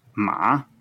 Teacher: it's always taught as a falling rising tone · Term: third tone